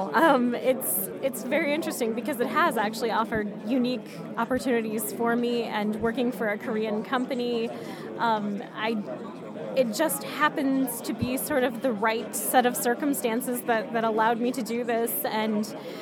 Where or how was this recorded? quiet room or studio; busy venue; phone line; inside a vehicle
busy venue